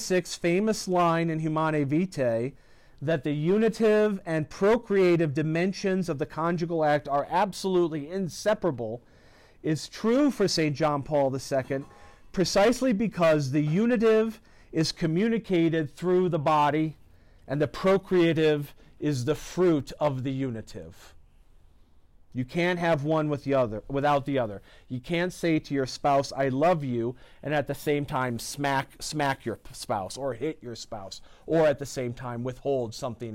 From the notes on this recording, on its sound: This lecture was given on November 21st, 2023, at Universidad Panamericana Campus Mixcoac.